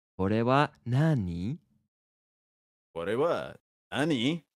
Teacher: And after question words, it's more so a rising intonation.